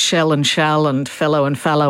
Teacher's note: that's the vowel before L, so that shell and shall and fellow are pronounced the same